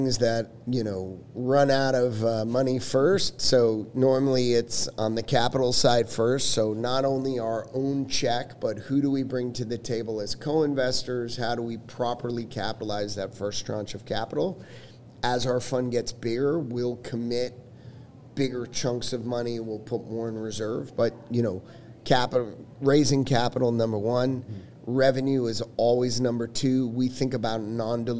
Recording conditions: busy venue